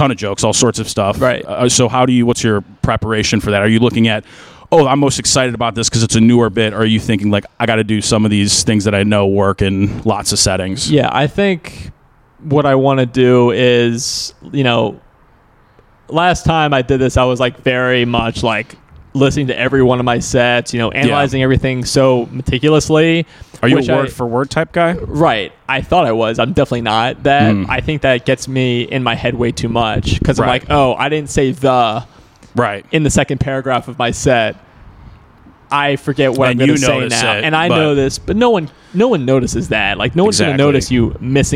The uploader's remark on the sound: Was recorded outside the comedy open mic at Wits End Saloon. In Timonium, MD.